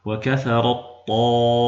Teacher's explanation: فهنا سقطت التاء ذاتا وصفة وتحولت إلى طاء، وصار النطق بطاء مشددة. وهذا الإدغام سمي إدغاما كاملا لاستكمال التشديد.